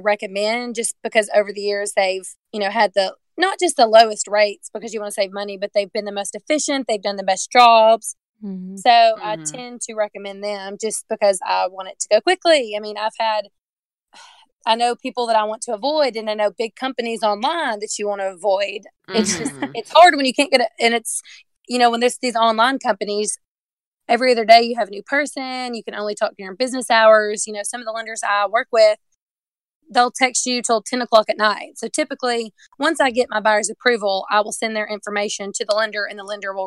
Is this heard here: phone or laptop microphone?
no